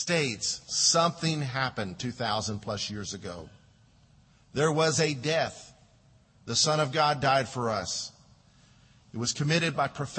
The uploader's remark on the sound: Delivered during Tabitha Harkins funeral at Lakeside Baptist Church.